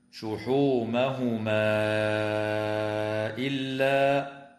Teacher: وتمد الألف قبل الهمزة في قوله تعالى شحومهما إلا · Term: المد المنفصل